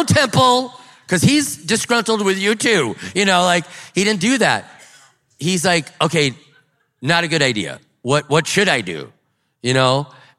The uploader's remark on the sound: one of our breakout sessions from River Valley Conference 2023!